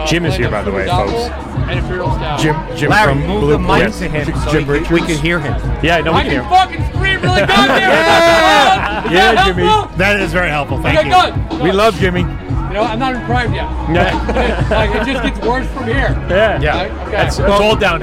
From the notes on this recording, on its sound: LIVE at Blue Point Cask Fest 2023. South Shore, Lithology, Spider Bite, Ghost, Barrage, Bucket Brigade and the LIBME home-brew clubs sit and chat about their best memories from this annual festival now in its 20th year!